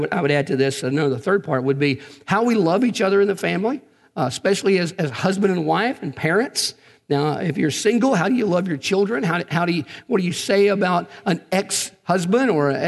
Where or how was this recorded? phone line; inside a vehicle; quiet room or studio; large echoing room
large echoing room